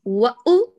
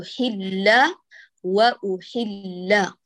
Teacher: الهمز لا تتكي عليها يا غالية حتى لا تمزج الضمة بالسكون · Shown in: second take